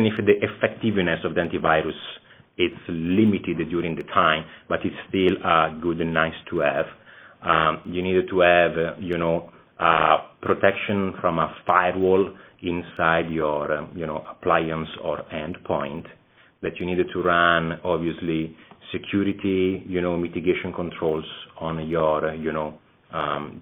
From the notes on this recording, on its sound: via teleconference